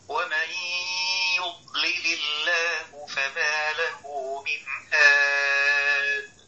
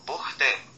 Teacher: حرف الهاء حرف مهموس رخو مستفل منفتح مصمت مرقق ضعيف